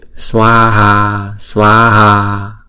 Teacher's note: chữ Swaha là hai âm và mỗi âm hai nhịp